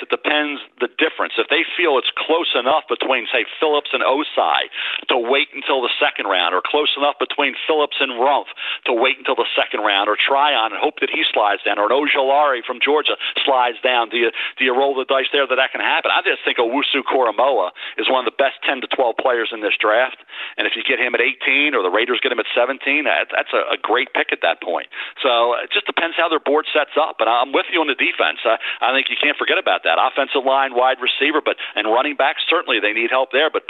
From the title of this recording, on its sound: NFL Draft Conference Call